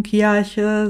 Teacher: Also wir sprechen das R nicht so gerne hier. · Term: R-Vokalisierung